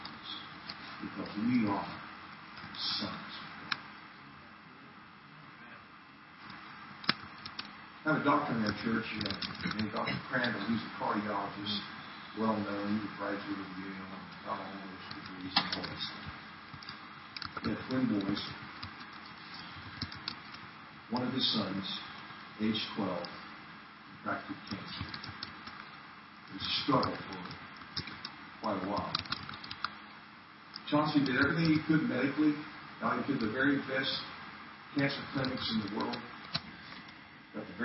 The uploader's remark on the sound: Men's Weekend 2013 Saturday Night - Audio. Poor Sound Quality.